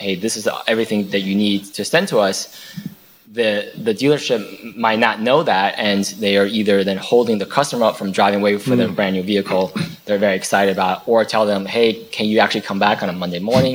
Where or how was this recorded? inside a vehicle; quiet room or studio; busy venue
busy venue